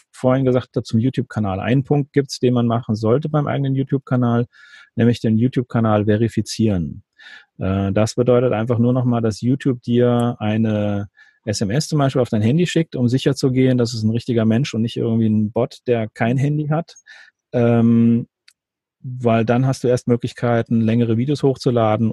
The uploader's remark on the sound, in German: Im Live-Webinar. Richtmikro fürs iPhone.